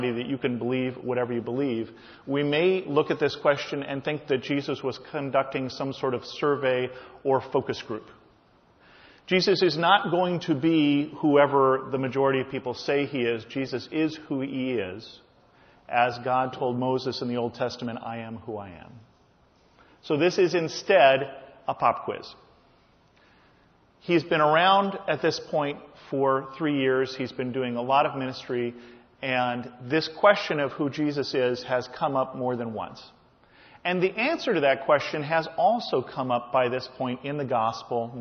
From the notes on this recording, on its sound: This is a sermon I just preached at my home church.